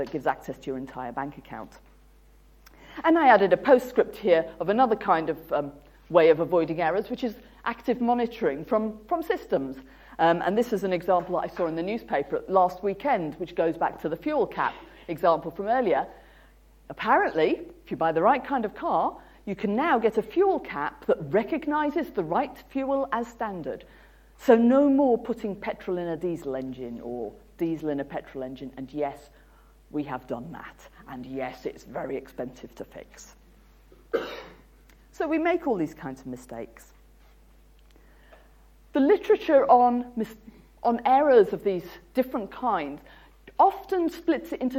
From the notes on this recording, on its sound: UCL Lunch Hour Lecture